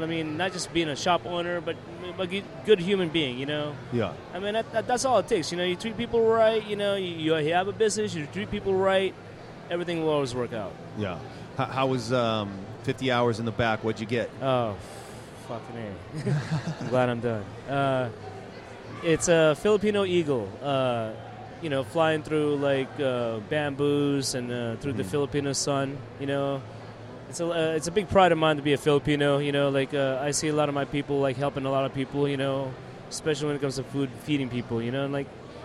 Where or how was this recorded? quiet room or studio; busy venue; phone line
busy venue